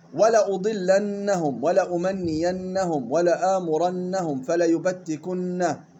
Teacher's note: النون المشددة حرف غنة، يغن بمقدار حركتين